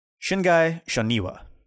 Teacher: The Shingai is typically pronounced with the emphasis on the first syllable, and Shoniwa is pronounced with the emphasis on the second syllable.